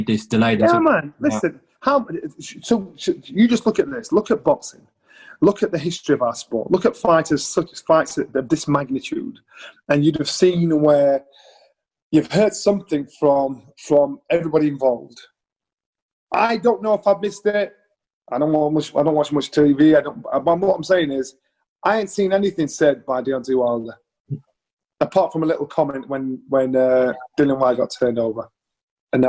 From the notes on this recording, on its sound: Via Zoom.